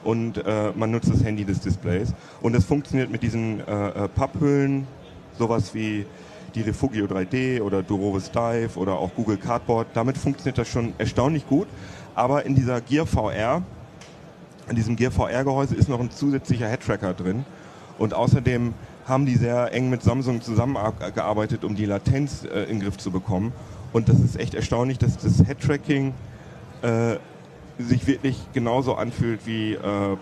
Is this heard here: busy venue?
yes